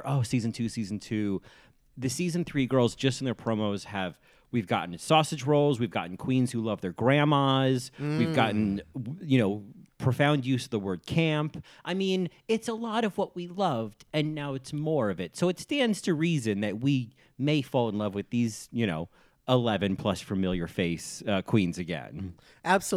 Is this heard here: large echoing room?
no